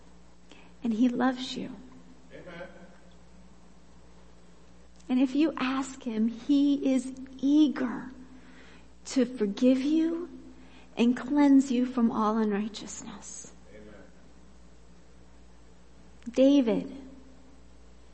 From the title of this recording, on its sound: Worship Service - Audio